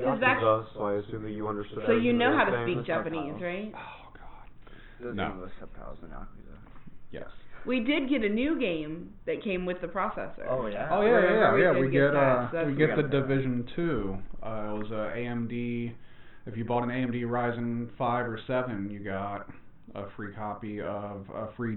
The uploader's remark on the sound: Side note, this episode sounds like crap.